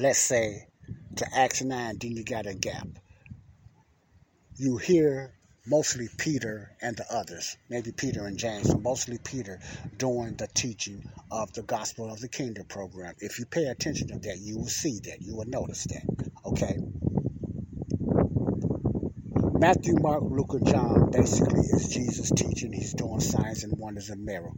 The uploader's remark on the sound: this is my outside talk